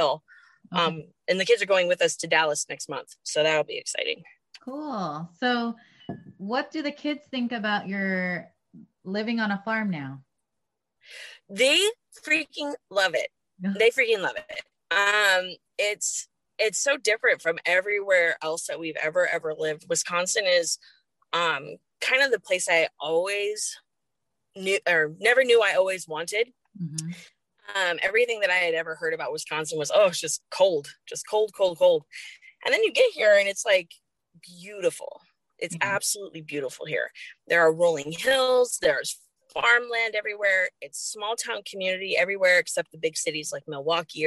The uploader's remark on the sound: We apologize for the connection quality